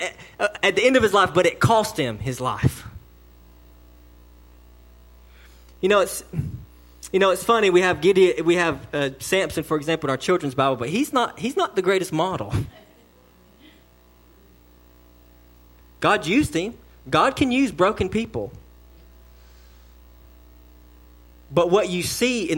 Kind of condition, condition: setting, large echoing room